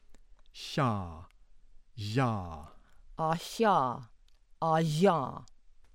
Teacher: the alveolo-palatal fricatives, voiceless and voiced